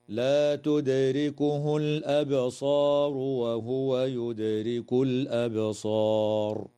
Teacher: تقلقل الدال في كلمة تدركه وفي كلمة يدرك، وكذا تقلقل الباء في كلمة الأبصار في الموضعين، وتظهر لام التعريف في هذه الكلمة في موضعيها.